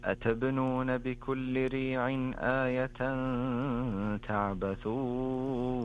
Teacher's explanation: اقرأ أيضا أتبنون بكل ريع آية بقلقلة الباء